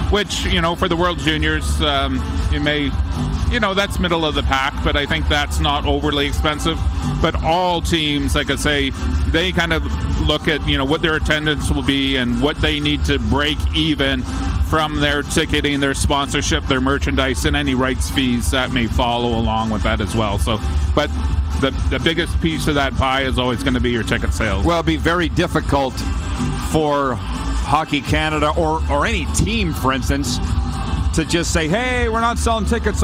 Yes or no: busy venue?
yes